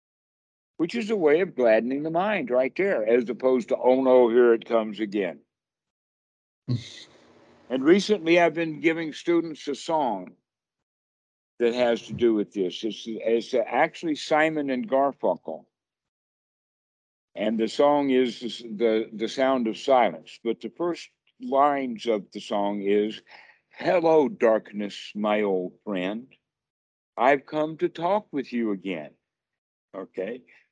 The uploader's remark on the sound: skype calls